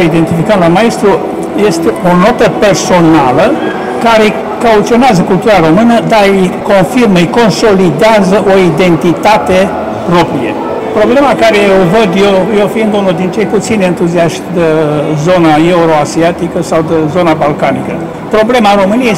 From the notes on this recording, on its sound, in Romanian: Eveniment editorial marca UZPR la Bookfest. Înregistrare de la lansarea celor două volume mai sus amintite, Bookfest, Romexpo - Pavilion B2, Cafeneaua Literară.